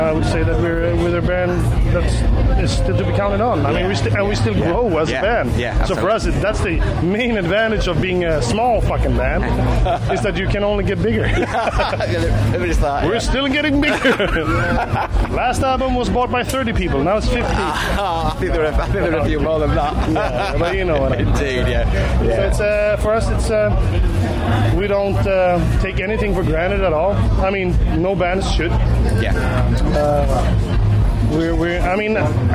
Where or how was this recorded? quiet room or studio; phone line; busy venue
busy venue